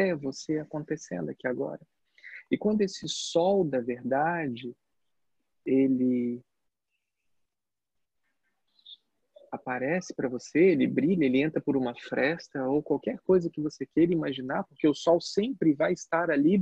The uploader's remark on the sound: Online via Zoom.